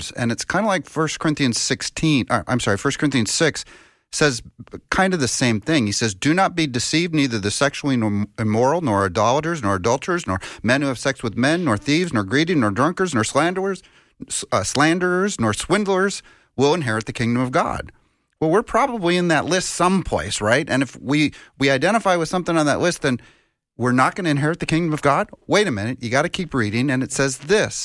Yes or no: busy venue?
no